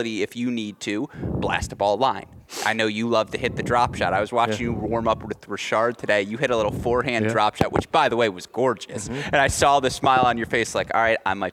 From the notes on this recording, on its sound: Arizona Tennis Classic Press Row. Recorded live at the Arizona Tennis Classic.